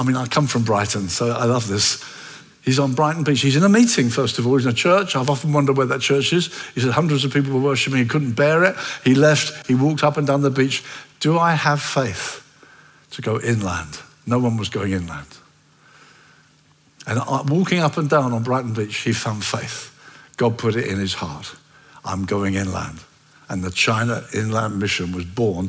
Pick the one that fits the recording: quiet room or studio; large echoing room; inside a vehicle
large echoing room